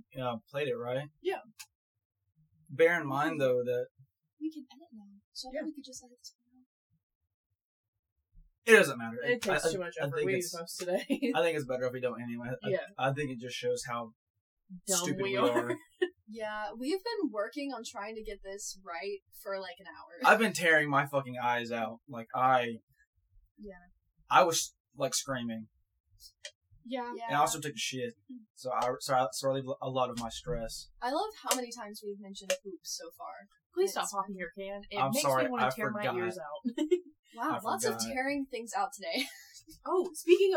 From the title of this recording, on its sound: sOrRy(for the audio), oNLy oNe MiC